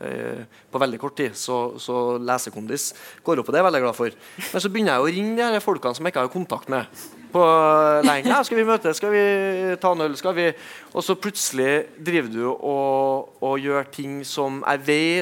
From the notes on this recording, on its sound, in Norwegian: Adresseavisens panelsamtale fra Litteraturhuset i Trondheim